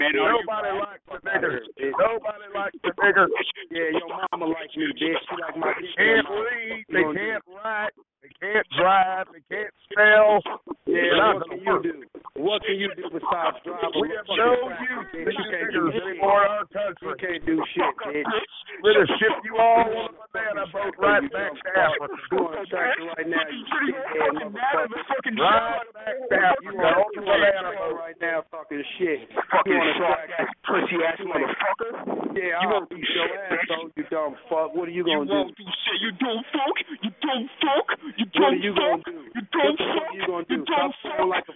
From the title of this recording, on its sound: Conference Call